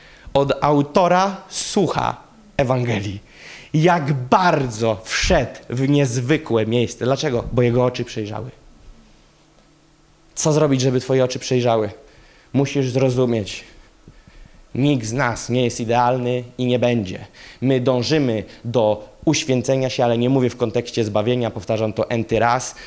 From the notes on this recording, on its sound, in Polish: Kazanie zostało nagrane podczas spotkania Makrogrupy NOF Church